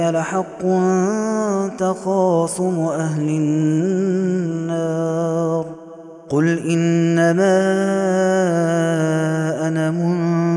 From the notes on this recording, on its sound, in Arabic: هذا التسجيل من صلاة التراويح